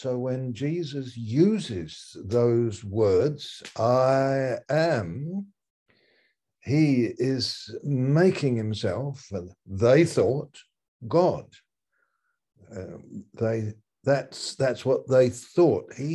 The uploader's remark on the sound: Malaysia Meets (Zoom).